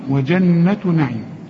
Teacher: لازم تغن النون بمقدار حركتين. وجنة نعيم، نعيم كل الحروف مرققة.